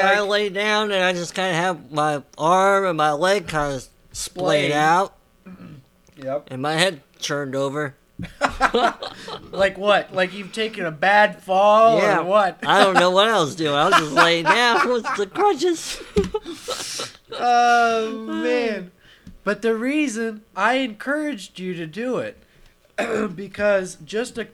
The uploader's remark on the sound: We apologize for the buzzing you may hear in the audio. This was our first recording together since last year, and we had not yet found the best place to set up for the recording.